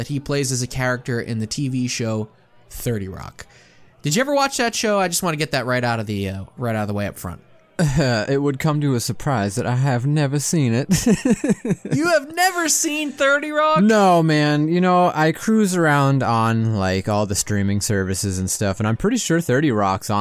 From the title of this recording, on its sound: 2022 Monster Bash! LIVE from Castle Dracula